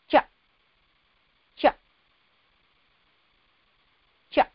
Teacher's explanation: And throughout this entire experience, there is no vocal cord vibration.